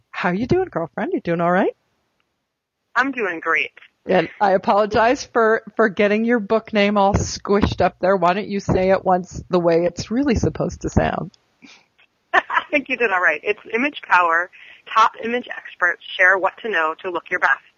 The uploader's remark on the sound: we have a telephone interview